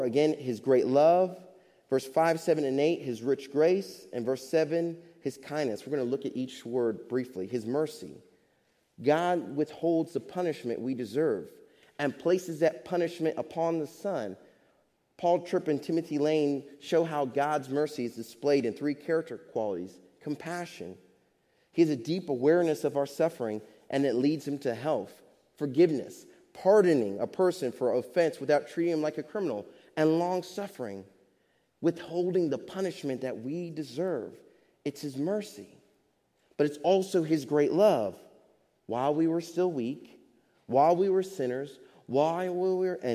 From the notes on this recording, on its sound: Faith Baptist Church in Hamilton, NJ.